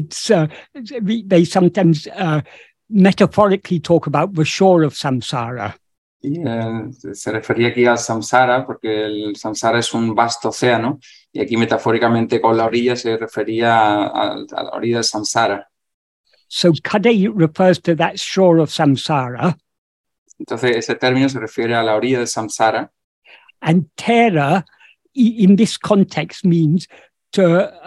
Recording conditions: video call